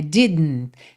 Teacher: Esse DN é como um som para dentro. Você bota a língua no céu da boca para fazer o D e já tá ali pro N